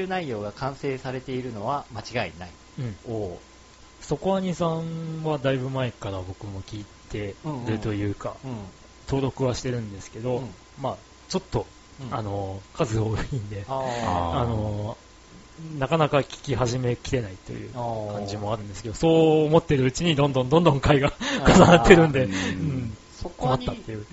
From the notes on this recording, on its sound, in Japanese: 音のチューニングが上手く行かず音質が悪いです